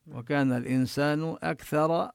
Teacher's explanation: وهنا الكاف من حروف الهمس يعني يخرج معها النفس بوضوح